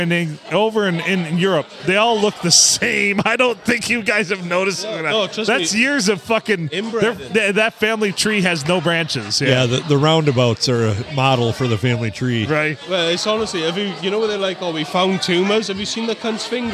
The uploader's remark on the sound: Recorded at the STD, where the music just kept getting louder and louder.